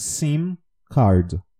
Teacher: Toda vez que a gente tem um M, é importante que a gente pronuncie a palavra com o M fechado no fim da palavra